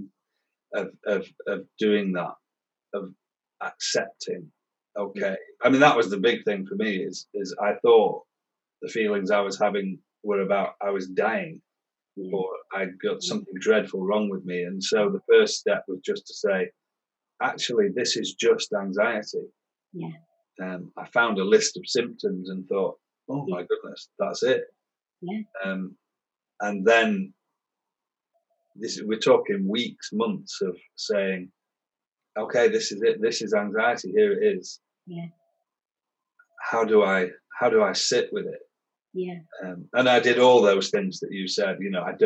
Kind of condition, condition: link, video call